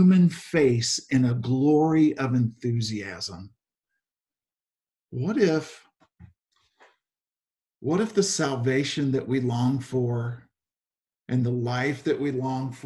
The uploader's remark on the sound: Zoom Sunday